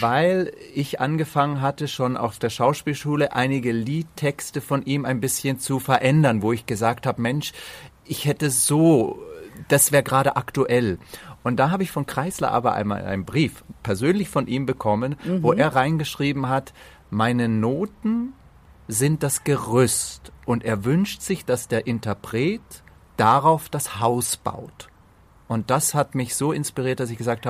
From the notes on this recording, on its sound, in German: Nahe Berlin. Das Gespräch haben wir bei schönstem Spätsommerwetter und – wie gleich zu hören sein wird – unter freiem Himmel aufgezeichnet.